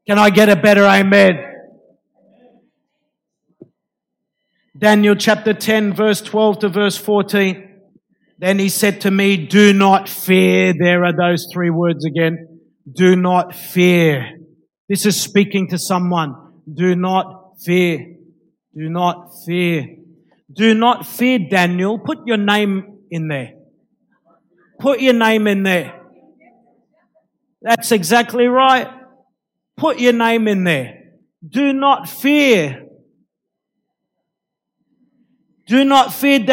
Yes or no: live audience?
yes